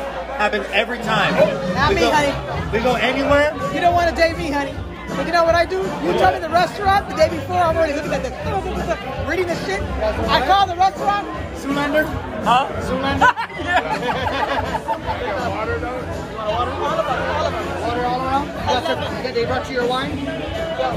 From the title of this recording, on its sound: Live at JP Mulligans on St. Patty's day 2022